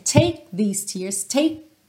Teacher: Então você prepara, você prepara o T, você prepara o K, mas você não finaliza esse som, tá bem? Mas essa preparação é super importante. · Term: consoantes oclusivas